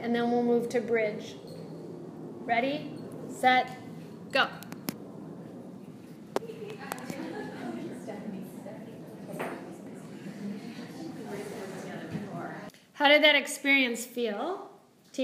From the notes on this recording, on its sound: This is a live excerpt of a recording during a yoga enrichment teacher training lecture for a group of yogis studying to be teachers